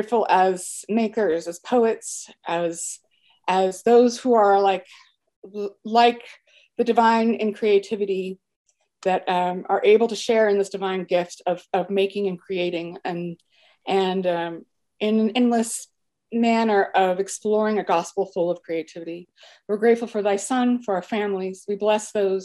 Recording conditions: video call